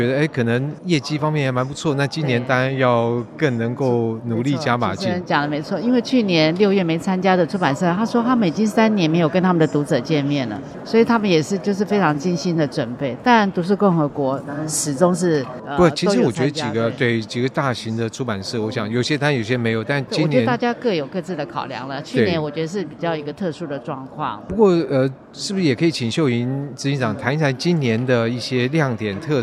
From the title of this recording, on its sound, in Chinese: 世貿中心現場報導